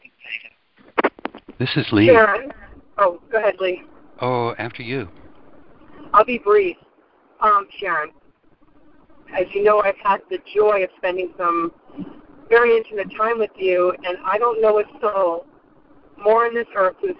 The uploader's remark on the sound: ACIM Daily TEXT Conference Call.